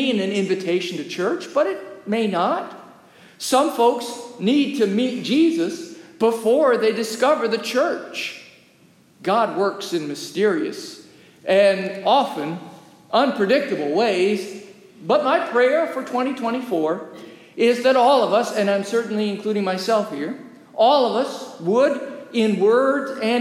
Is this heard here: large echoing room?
yes